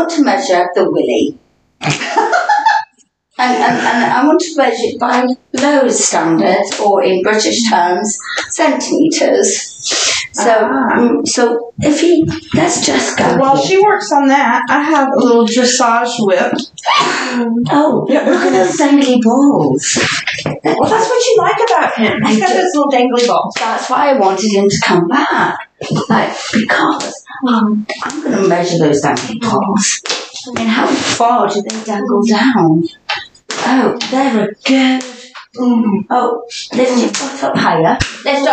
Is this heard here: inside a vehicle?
no